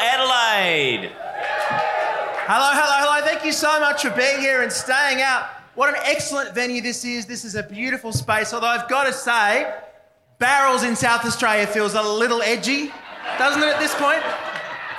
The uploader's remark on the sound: LIVE at Grapes of Mirth